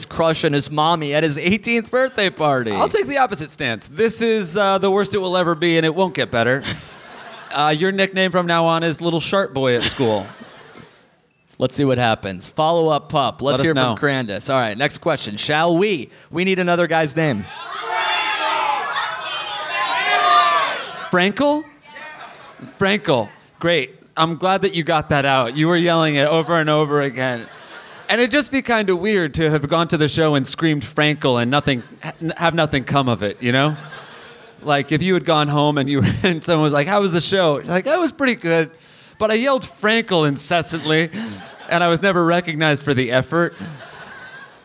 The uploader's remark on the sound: Live in DC! Recorded at the Black Cat in Washington DC!